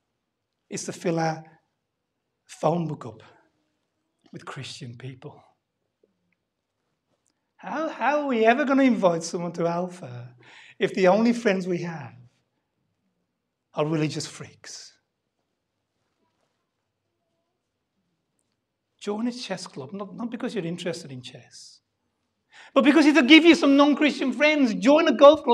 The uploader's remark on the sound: Sunday Service Live Stream.